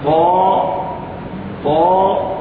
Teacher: التفخيم فيها أعلى مرتبة أعلى المراتب في الطاء المفتوحة بعد ألف